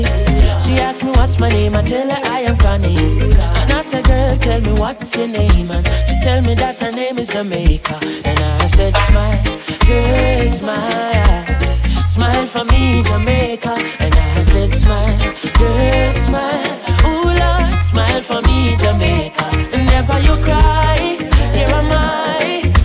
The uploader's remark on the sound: RECORDED WARM UP SET FROM RESIDENCY AT MISS LILY'S DUBAI